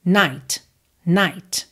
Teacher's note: E dentro da fonética do inglês, esse T, ele vem purinho mesmo, sem nenhum traço de vogal, tá? Não é ti, ti é.